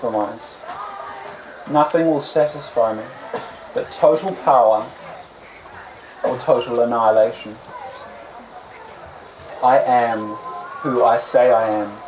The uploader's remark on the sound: On the Open Stage at Confest. The audience responds with surprise and delight.